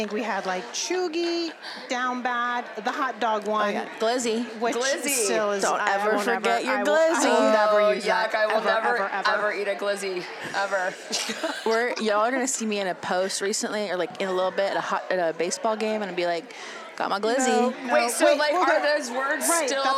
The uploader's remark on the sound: Sit down live from YWLS.